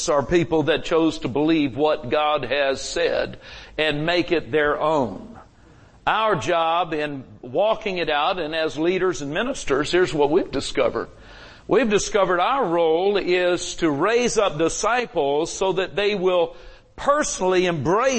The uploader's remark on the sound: Recorded Live at Grace Harvest Church, Holiday, FL